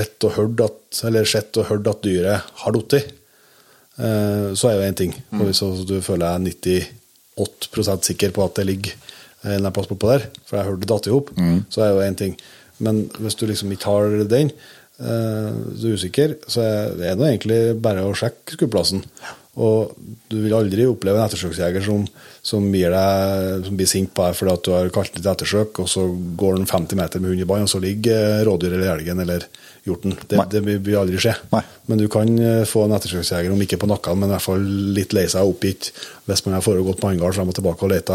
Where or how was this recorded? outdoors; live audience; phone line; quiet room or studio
quiet room or studio